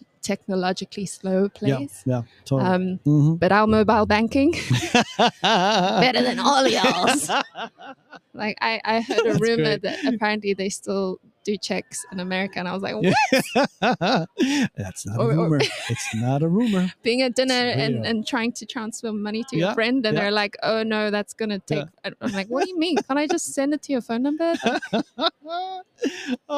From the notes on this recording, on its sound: recorded LIVE & in person from the World Innovation Summit for Education ( WISE ) 2023 in Doha, Qatar